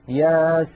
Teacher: عند نطقنا لهذا الحرف ننطق ثلاثة أحرف، سين مكسورة، بعدها ياء ساكنة، بعدها نون ساكنة · Term: مد لازم